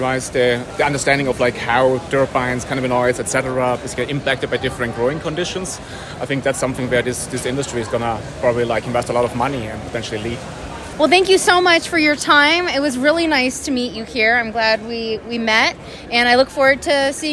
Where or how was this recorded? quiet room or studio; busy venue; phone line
busy venue